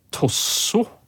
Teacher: Og, så det er altså en opprinnelig en T her, og det er ikke så rart, for uh, for norske ører så, så, vil et slikt ord på finsk da, eller kvensk med en T i starten det vil gjerne bli oppfatta som en D. Fordi at Når de uttaler T i starten av et ord, så er den ikke aspirert